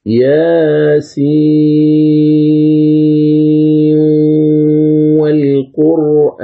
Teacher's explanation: أمد السين بمقدار 6 حركات، ثم نون السين أدغمها في الواو وأعطيها الغنة بمقدار 2 حركات · Term: إدغام